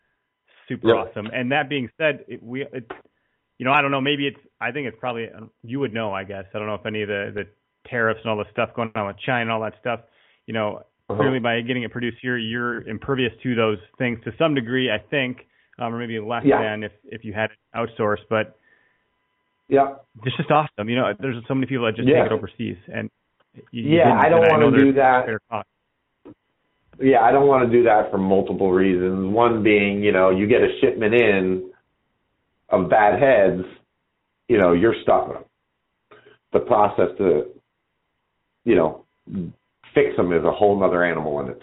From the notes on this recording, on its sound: live listener calls